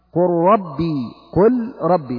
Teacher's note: قل لمن الأرض، قل ربي، قل ربي، تقول قر، أدغمنا اللام في الراء، أي بمعنى آخر أبدلنا اللام إلى راء ثم أدغمنا الراء في الراء فأصبحت راء واحدة مشددة